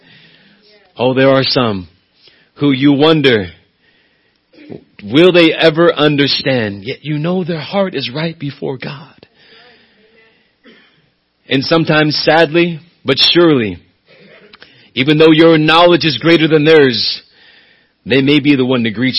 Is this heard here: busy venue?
no